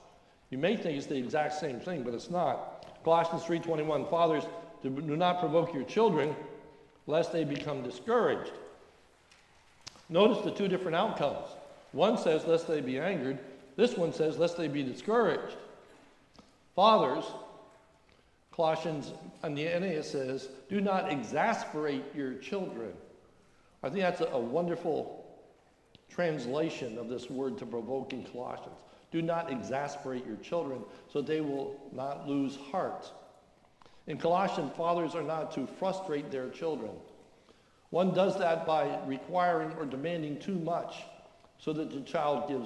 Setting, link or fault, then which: setting, large echoing room